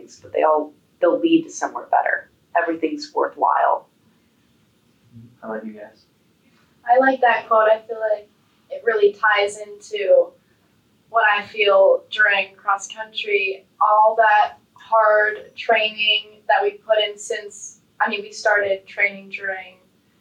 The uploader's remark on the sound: Apologies about the poor audio quality due to some technical difficulties.